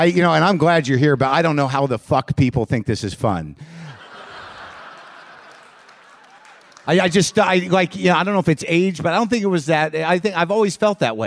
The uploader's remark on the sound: Live from Bumbershoot 2013 in Seattle